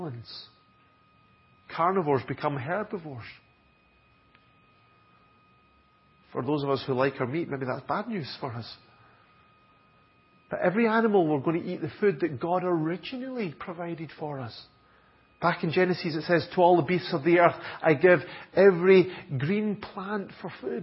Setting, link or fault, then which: setting, large echoing room